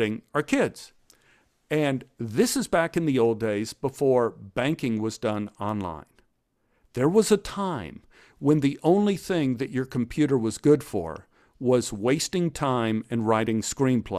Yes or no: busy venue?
no